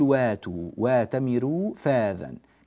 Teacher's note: فنأتي فنبدل الهمزة الساكنة حرف مد من جنس حركة ما قبلها